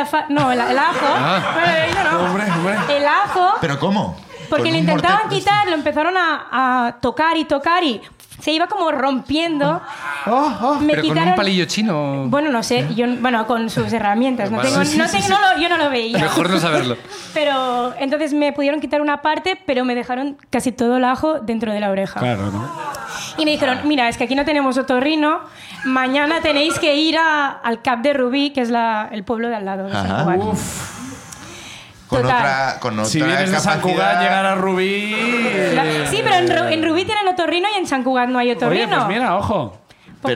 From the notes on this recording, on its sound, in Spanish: El público nos cuenta